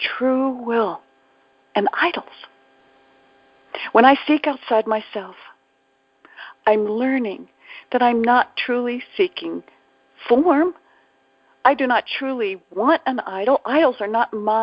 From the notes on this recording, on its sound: ACIM Daily TEXT Conference Call